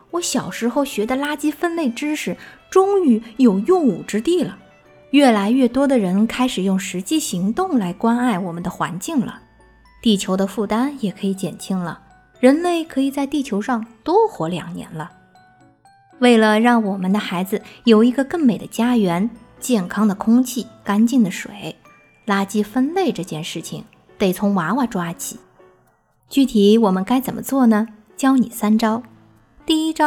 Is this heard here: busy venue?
no